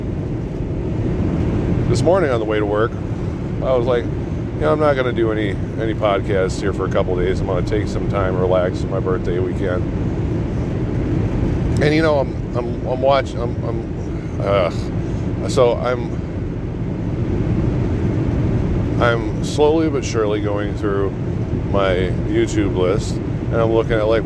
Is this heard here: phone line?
no